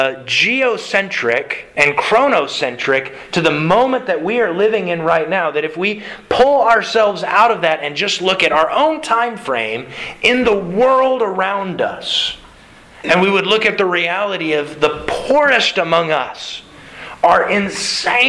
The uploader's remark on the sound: Sermon delivered to the Galena Bible Church